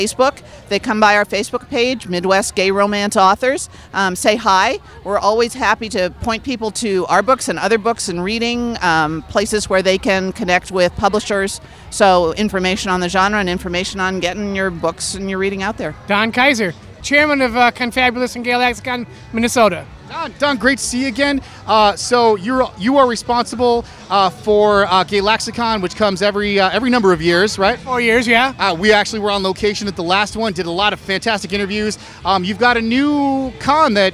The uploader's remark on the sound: On-location in Loring Park for the 2018 Twin Cities Pride Festival Part 3.